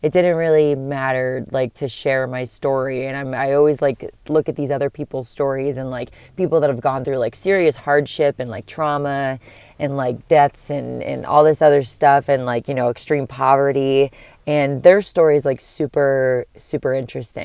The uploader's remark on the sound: I’m sitting outside my work in my car recording it